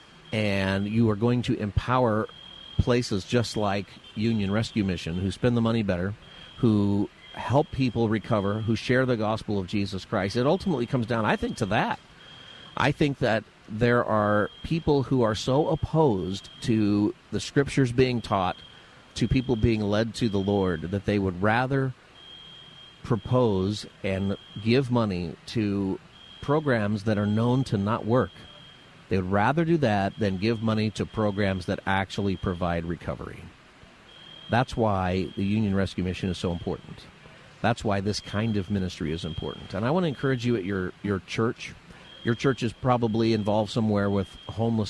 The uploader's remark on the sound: Live From Union Rescue Mission! Live from Union Rescue Mission right in the heart of Skid Row.